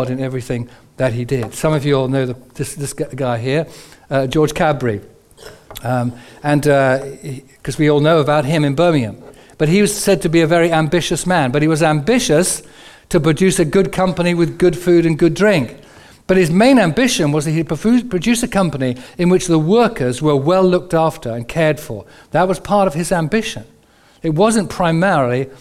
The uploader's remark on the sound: Recorded on 01/11/15 at our Moseley gatherings